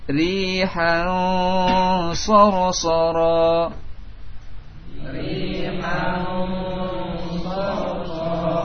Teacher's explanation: Rihan sarsara, rihan sarsara, dengan ditahan dua harakat. Ikhfa ditahan dua harakat